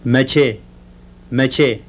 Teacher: the voiceless palato-alveolar affricate, the end of the word meaning when.